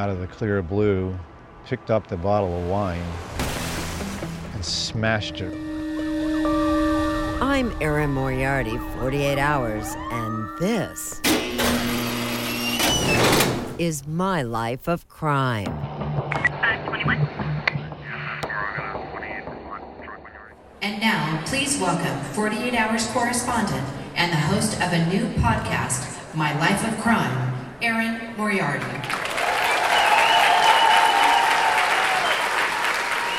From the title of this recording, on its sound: Live at CrimeCon